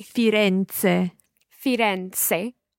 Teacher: So it's more of a ts sound.